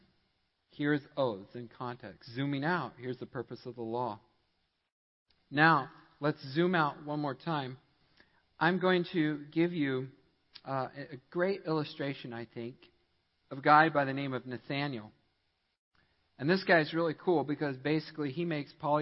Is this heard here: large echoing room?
yes